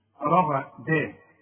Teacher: الراء عندك مفخمة، الغين مفخمة، الدال هو اياء، شوف رغداء خلاص.